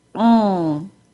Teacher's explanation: The NG sound typically does not include a G sound, even though there is a G spelled there. The NG sound sounds like this, ng, and not like this, ng.